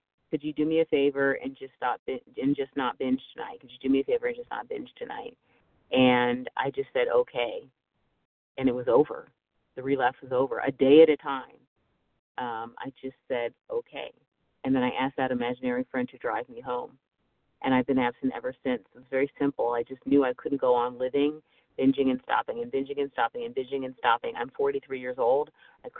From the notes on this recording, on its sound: 100 Pounders Phone Meeting